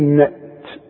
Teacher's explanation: التاء لا تقلقن، وده مش وقف، وطلع شوية هوا كده علشان تطلع التاء، لان التاء من حروف الهمس تقول نأت، اوعى تقلقنها.